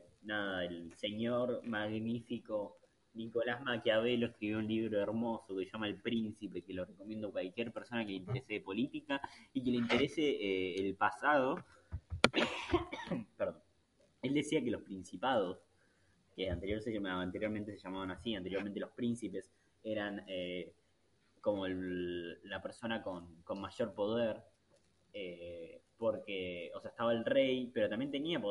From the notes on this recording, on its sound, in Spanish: este episiodio se escucha mal nuevamente